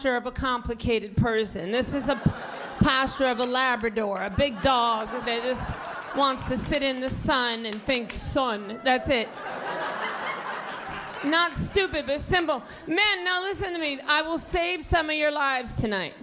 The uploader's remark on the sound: Stand Up Comedy Gotham Comedy Live